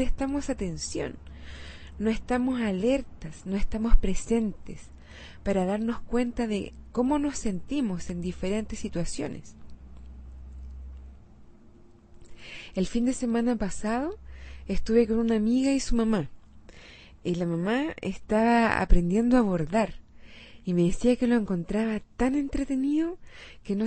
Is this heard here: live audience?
no